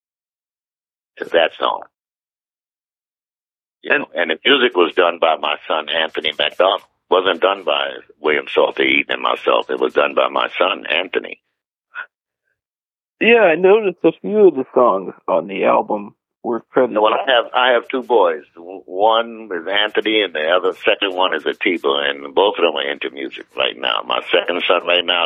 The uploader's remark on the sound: From our radio archives. This was recorded by phone in 2008.